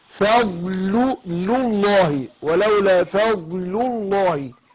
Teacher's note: شوف الضاد عامله ازاي، فيها استطاله، حرف قوي